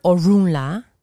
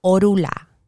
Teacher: And in Spanish, you will hear orula. Like the N for some reason disappears in the pronunciation. · Shown in: second take